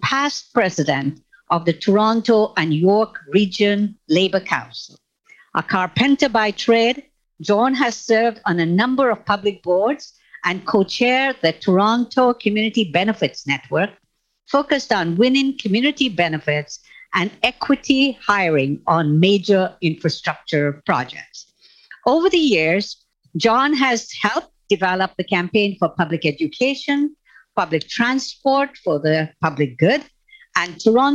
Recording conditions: video call